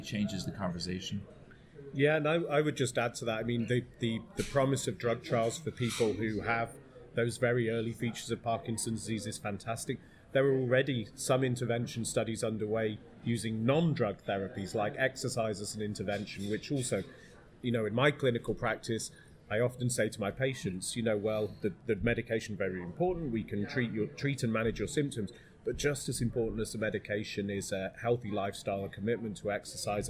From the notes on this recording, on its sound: LIVE From Michael J. Fox Foundation Conference. The interview was conducted live at the recently concluded Michael J Fox Foundation’s Annnual gathering in New York.